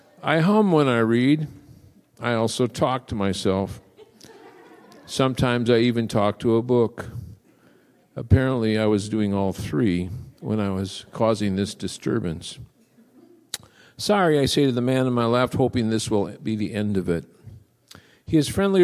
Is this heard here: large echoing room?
yes